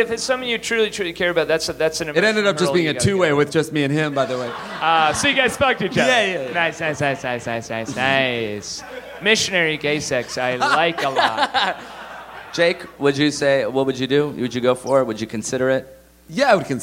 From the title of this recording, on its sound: Live from Montreal!